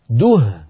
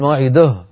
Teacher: لابد من ضم الدال ضما كاملا · Shown in: first take · موعده دوه ولا تقول موعده.